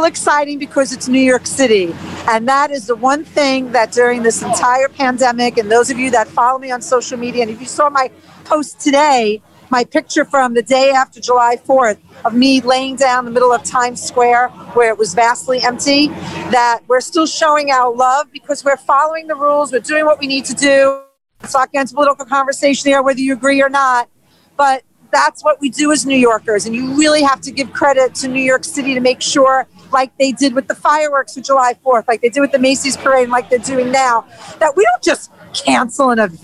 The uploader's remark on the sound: LIVE from TIMES SQUARE, NEW YEARS EVE